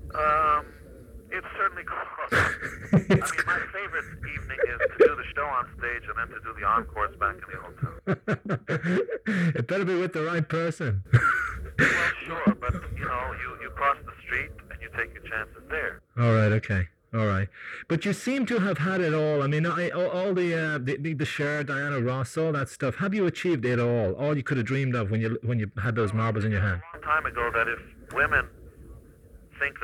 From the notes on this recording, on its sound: if you are looking for Hi-Fi sound you came to the wrong place, it's a not-so-clear phone interview